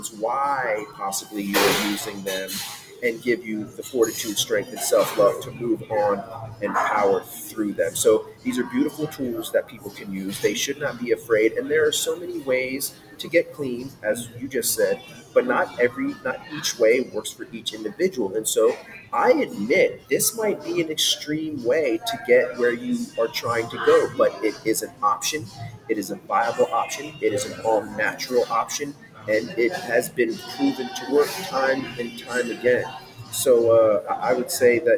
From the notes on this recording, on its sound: We apologize for the background noise.